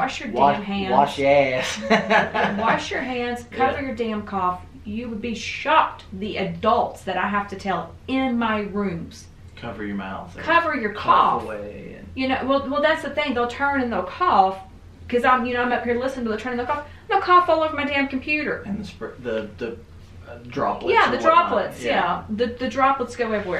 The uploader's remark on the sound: I had audio issues with the microphones so the audio is from the backup device. Apologies for the poor quality.